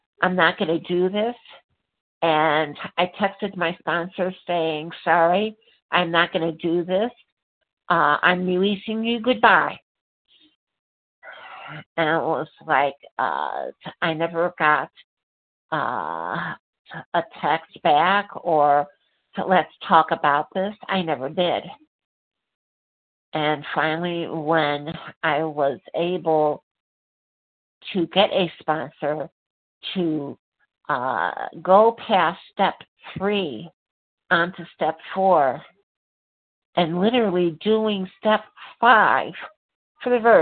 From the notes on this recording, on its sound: 100 Pounders Phone Meeting.